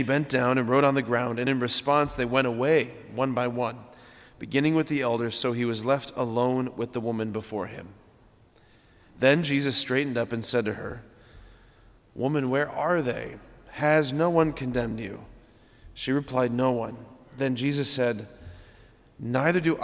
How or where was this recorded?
large echoing room